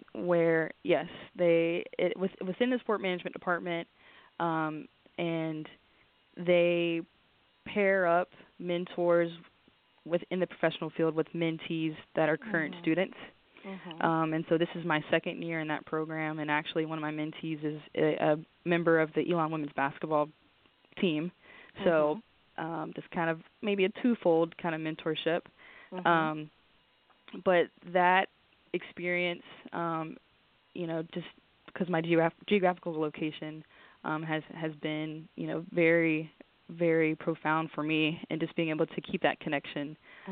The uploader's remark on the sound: A Chat in the Garden